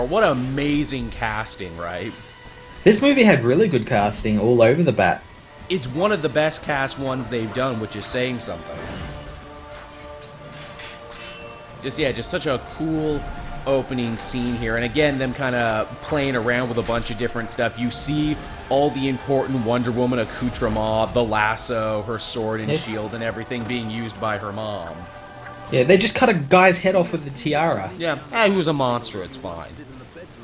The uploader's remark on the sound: Sorry for the fuzzey audio, there were microphone troubles we didn't know about until we were done recording. Believe it or not it sounded much worse.